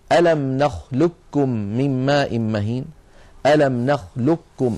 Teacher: القاف من أقصى اللسان مع ما يحاذيها من الحنك، والكاف أسفل منها بقليل، القاف مفخمة والكاف مرققة، وهي لم تأتي في رواية حفص إلا في كلمة واحدة في سورة المرسلات في الآية 20، وهي قوله تعالى: ألم نخلقكم من ماء مهين، ألم نخلقكم، هنا أصلها نخلق قاف وبعدها كاف، فهنا قاف ساكنة والقاف فيها صفة الاستعلاء.